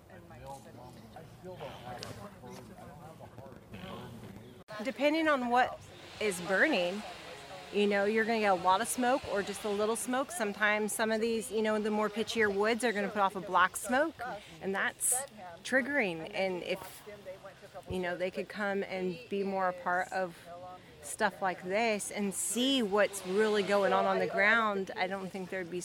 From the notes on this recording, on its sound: It features voices from the First Wailaki Cultural Burn in Southern Humboldt in 150 years, which happened at the So Hum Community Park. I was honored to be on site with the cultural burn crew, and my tape recorder.